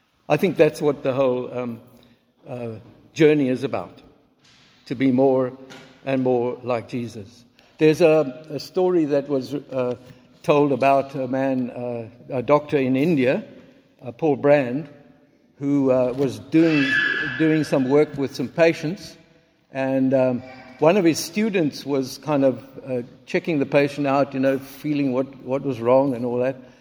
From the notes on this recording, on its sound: Recorded at the 9:30am service on Sunday 19th March 2023